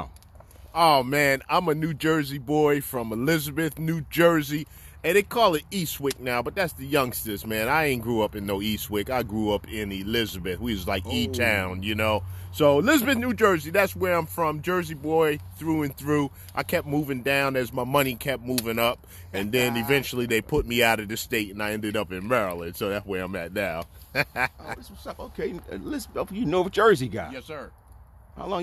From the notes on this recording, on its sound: We sit outside. By the fire with our sticks and a glass of well you know.